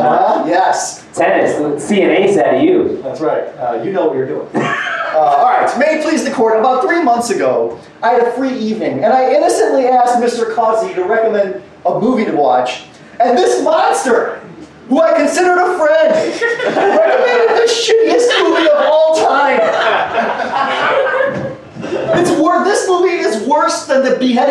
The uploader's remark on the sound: The debate was recorded live this past summer. "Kangaroo Court" show in NYC.